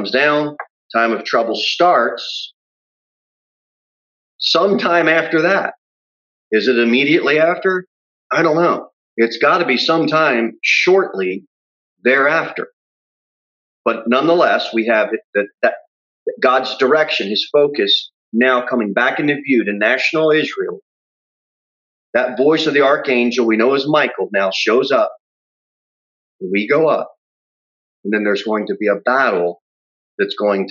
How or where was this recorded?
large echoing room